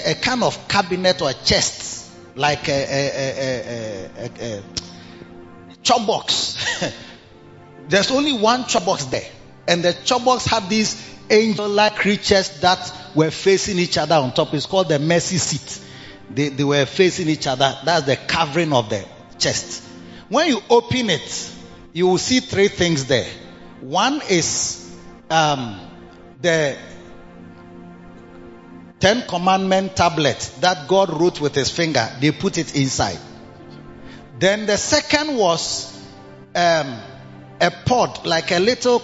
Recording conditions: large echoing room